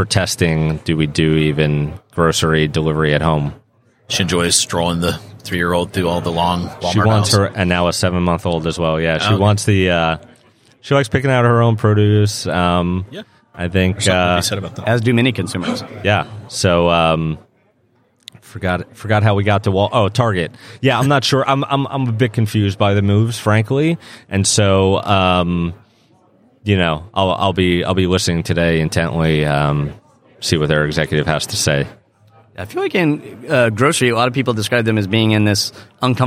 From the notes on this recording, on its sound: interview live from the NRF Big Show